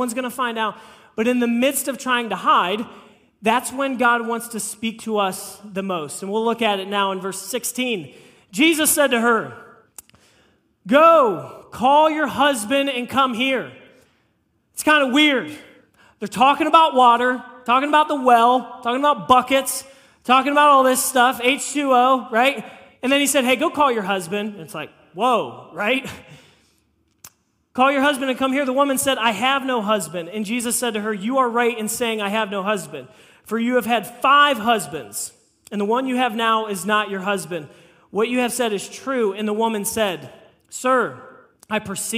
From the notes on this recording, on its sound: This message was preached on April 9, 2023 at FIVE39 Church.